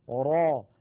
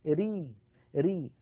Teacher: الراء العربية إما أن تكون مفخمة را، وإما أن تكون مرققة ري ري